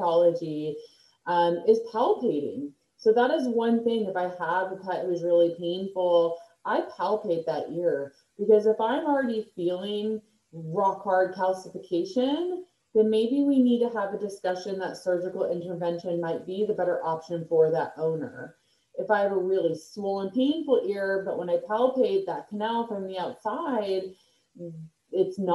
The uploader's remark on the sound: Sorry for the poor audio during this recording.